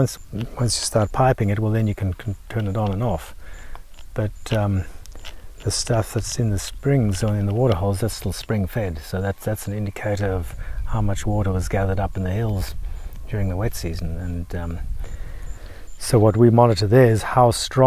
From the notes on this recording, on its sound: Flying out to Kachana Station. Sit down outside the homestead for a yarn.